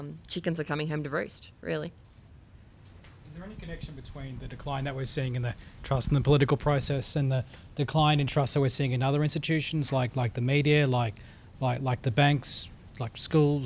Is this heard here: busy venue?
yes